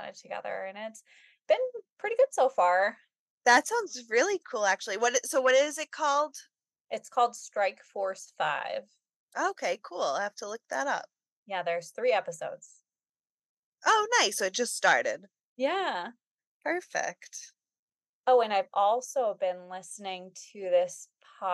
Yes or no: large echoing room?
no